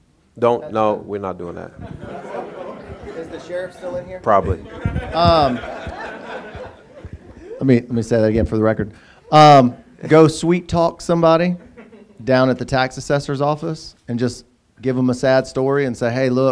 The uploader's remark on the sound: This is the audio from my local meetup that I hosted in my home town, Winston-Salem. They decided to join me and the other fellow investors while we talked about real estate.